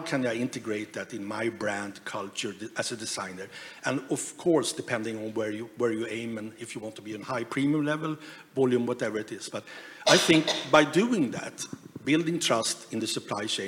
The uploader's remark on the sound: We revisit a talk from the Transformation Conference in Helsinki back in May of this year. In this live panel talk.